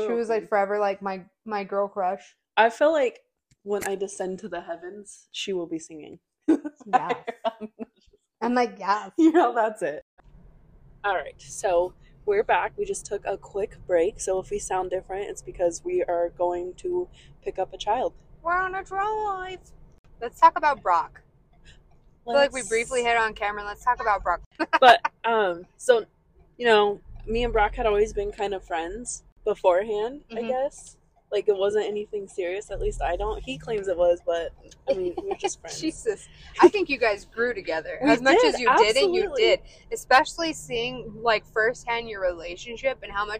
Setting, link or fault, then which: fault, poor microphone